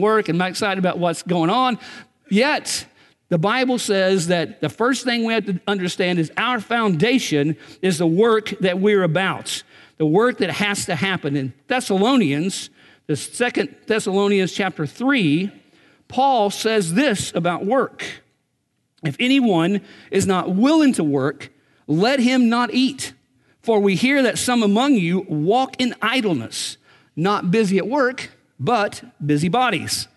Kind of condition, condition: setting, large echoing room